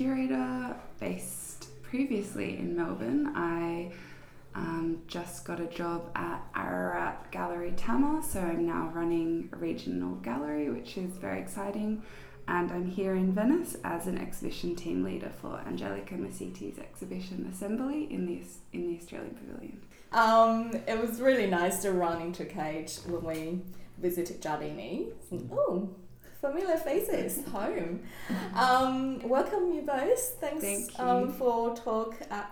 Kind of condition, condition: fault, sounds in the background